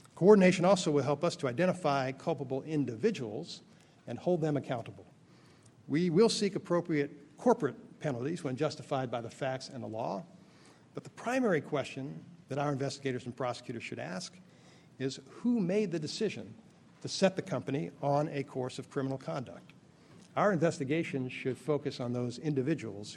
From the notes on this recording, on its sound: Keynote Speech at the City Bar’s 7th Annual White Collar Crime Institute. Gives the keynote address at the New York City Bar Association’s 7th Annual White Collar Crime Institute.